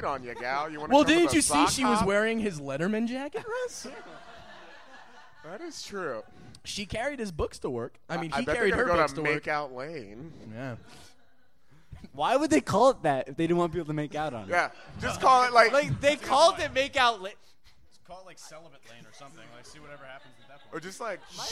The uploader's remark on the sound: Our first ever LIVE podcast. The crowd at The Creek and the Cave in Long Island City. Recorded live at The Creek and the Cave.